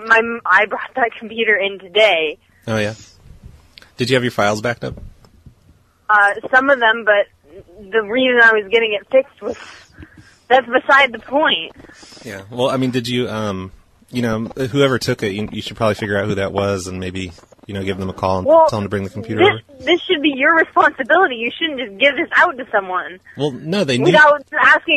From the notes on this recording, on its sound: Personal Prank Phone Calls Collection